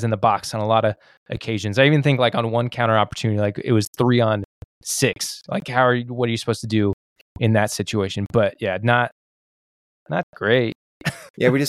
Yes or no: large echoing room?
no